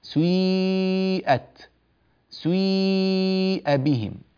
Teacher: فالسين في الحقيقة نصفها مضموم ونصفها مكسور · Term: الإشمام